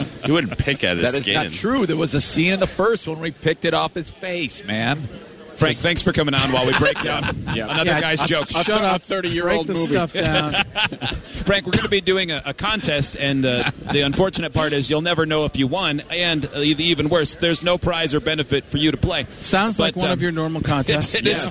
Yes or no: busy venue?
yes